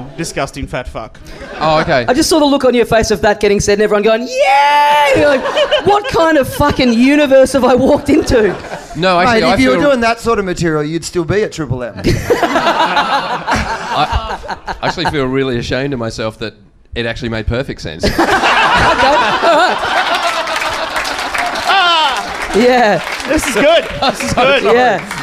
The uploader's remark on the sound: Recorded LIVE at The Joint on April 19, 2015.